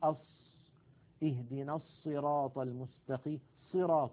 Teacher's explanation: عند الصاد تجده يضم ويزم شفتيه إلى الأمام